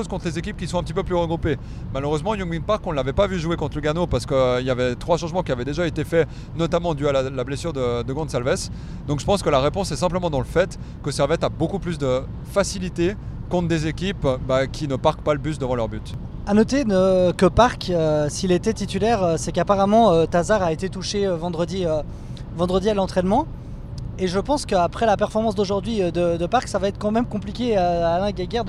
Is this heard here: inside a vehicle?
yes